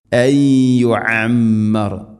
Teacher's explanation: ഐൻ ശ്രദ്ധിക്കുക തൊണ്ടയുടെ മധ്യഭാഗം, അതുപോലെ മീമിന് ശബ്ദമുണ്ട്, മണിക്കണം.